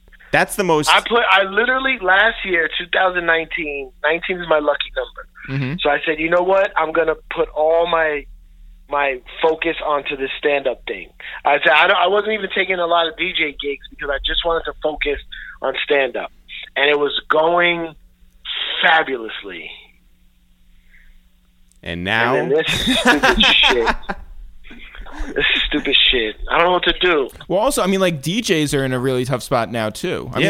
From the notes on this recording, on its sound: We make calls from our Upper West Side apartment. We then jump on the phone.